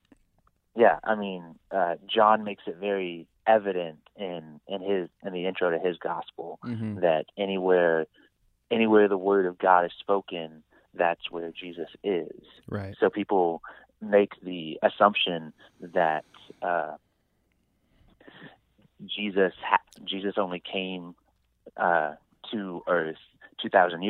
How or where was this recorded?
phone line